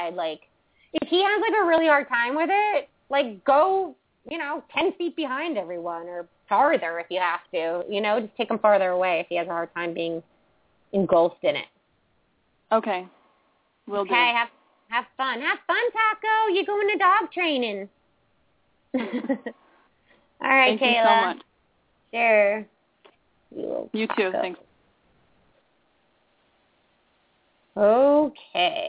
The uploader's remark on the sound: open up the lines for listeners to call